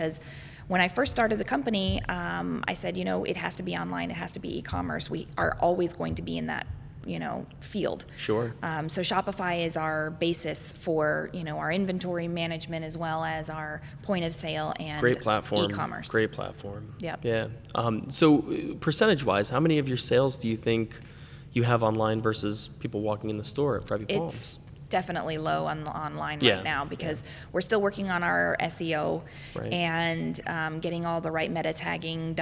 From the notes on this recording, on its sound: This was shot live, on location, at Vero Beach Museum of Art.